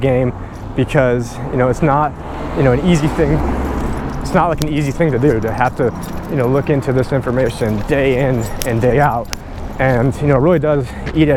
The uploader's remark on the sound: On this walk and talk